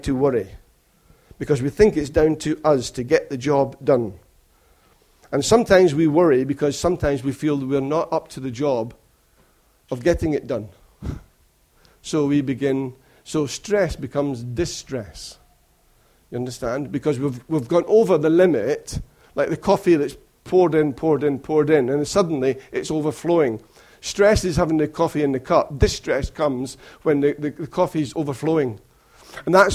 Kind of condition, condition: setting, large echoing room